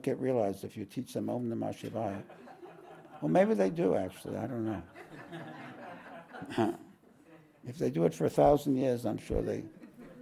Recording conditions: live audience